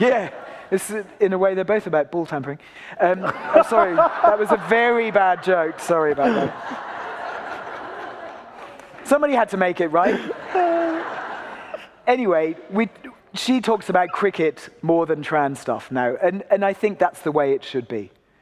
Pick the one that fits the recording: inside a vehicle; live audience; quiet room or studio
live audience